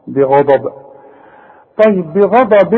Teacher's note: الغين مفخمه دام مفتوحه والضاد طبيعي مفخمه